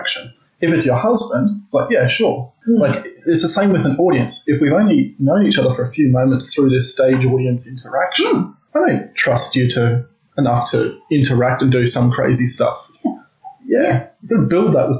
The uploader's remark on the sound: For whatever reason, the audio quality in this episode is varied and lower than we generally achieve. We fixed it as much as possible afterwards.